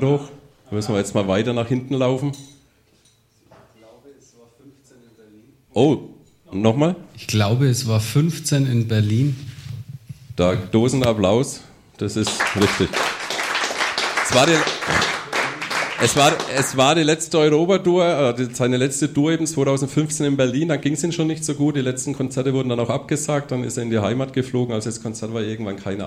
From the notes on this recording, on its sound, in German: live im Afterwork